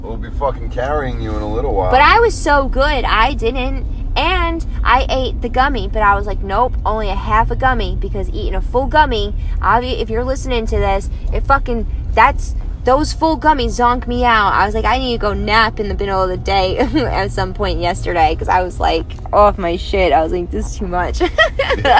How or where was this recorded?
inside a vehicle